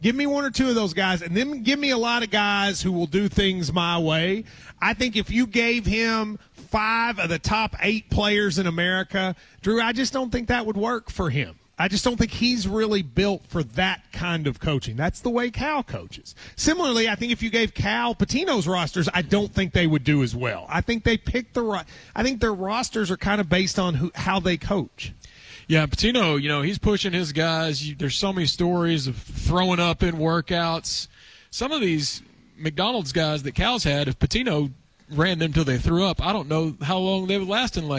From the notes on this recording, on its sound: KSR is Live from KSBar & Grille